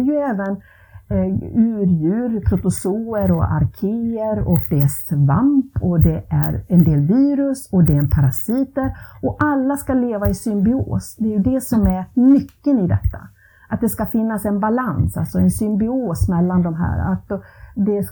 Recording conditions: poor sound quality